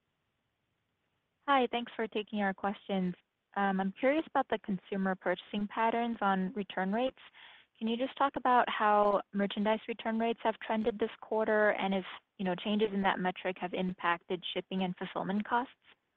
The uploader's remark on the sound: Earnings Conference Call